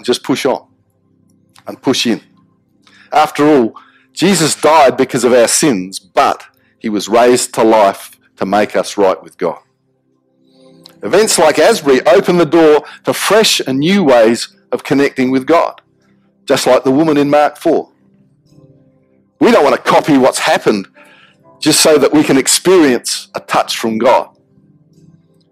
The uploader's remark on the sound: Apologies for the quality of the audio on the recording.